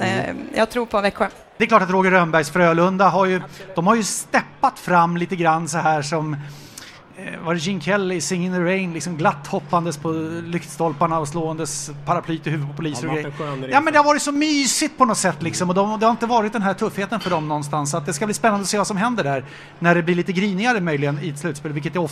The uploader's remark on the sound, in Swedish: Återigen dags för livepodd med publik.